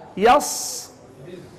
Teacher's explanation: الصفير لا يمكن أن يسلب من الصاد، لأنه حرف صفير، مهما ننطق بالصاد أو السين لا نستطيع أن نخلصه من صفة الهمس التي عفوا الصفير التي تجاوره أو تلازمه، وهي نفسها كون كل صفير هو شنو؟